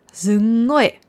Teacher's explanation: Und manchmal hört man das G nicht wirklich, sondern Sungoi.